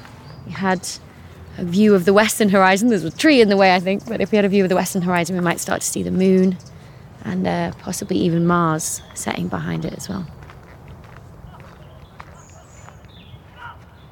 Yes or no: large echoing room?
no